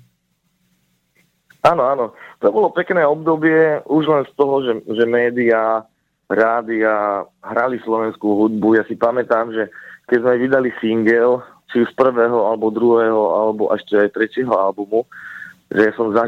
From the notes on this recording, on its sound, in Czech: telefonický rozhovor